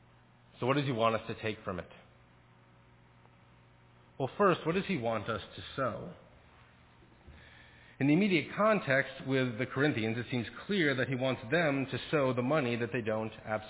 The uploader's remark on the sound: Faith Presbyterian Church – Evening Service